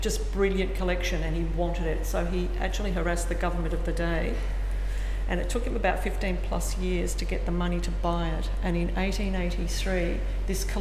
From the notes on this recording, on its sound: National Herbarium of Victoria. Melbourne GLAM Tour Recorded Live. Our friends at ALIA Vic allowed some of our cardiCore along to do a little recording.